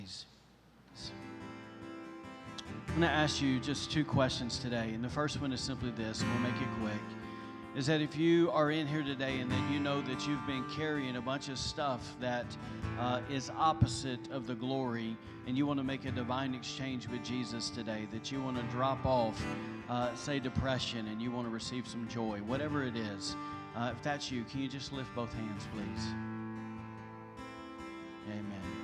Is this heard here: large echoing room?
yes